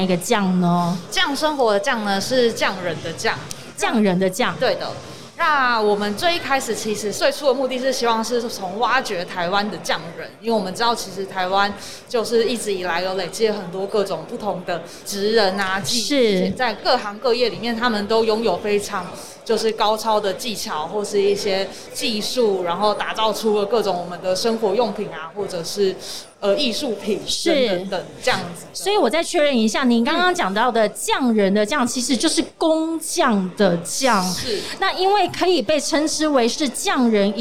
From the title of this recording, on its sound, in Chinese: 2021 Energy Taiwan智慧能源週-Live Podcast